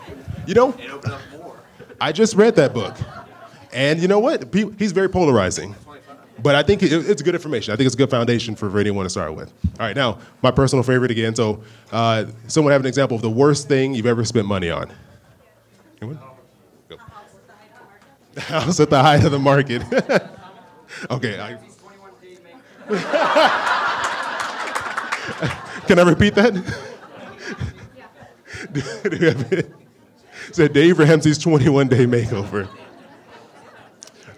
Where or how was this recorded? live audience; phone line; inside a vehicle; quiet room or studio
live audience